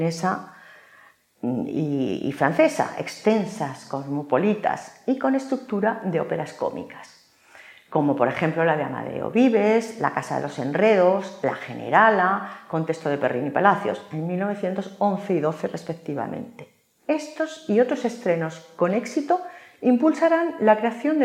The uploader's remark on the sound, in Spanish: Hoy, dentro del Ciclo de Conferencias que el Teatro de la Zarzuela programa en colaboración con la Asociación Amigos de la Ópera de Madrid. La conferencia fue grabada en el Teatro de la Zarzuela en mayo de 2022.